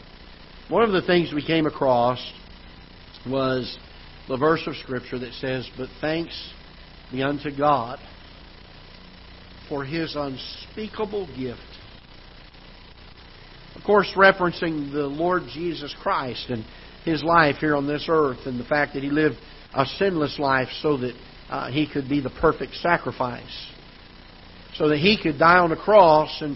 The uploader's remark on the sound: Ketha Heights Baptist Church ~ Live Broadcast